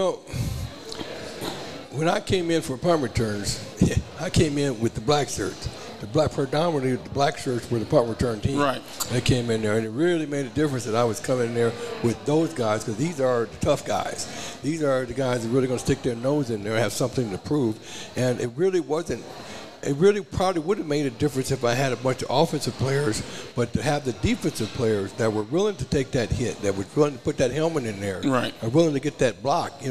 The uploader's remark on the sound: Live at the Hurrdat Sports Bar & Grill